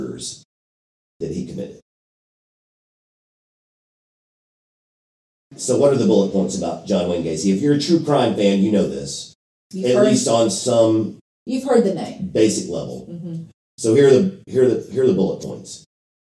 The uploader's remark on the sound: Audio disclaimer: This week's episode had some technical difficulties. The sound quality is not up to our usual standards.